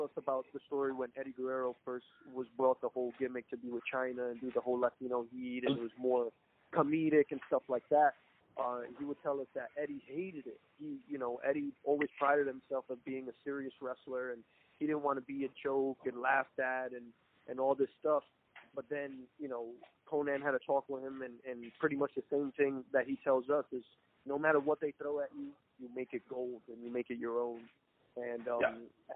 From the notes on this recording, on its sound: Media Teleconference Interview